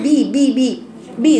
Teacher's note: الباء ده حرف شديد بيتجاب باطباق الشفتين مع بعض، ما اقولش باء باء باء ابدا ابدا، دي باء باء